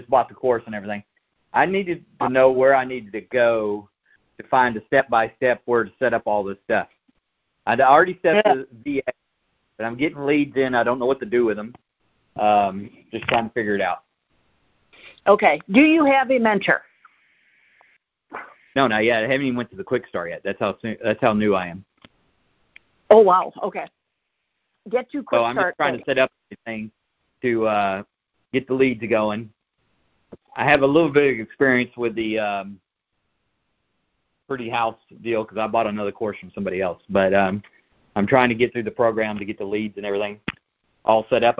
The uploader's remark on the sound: Q&A Call